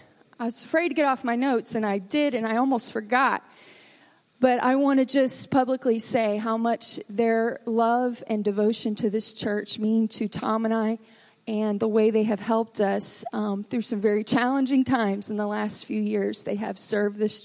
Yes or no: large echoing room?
yes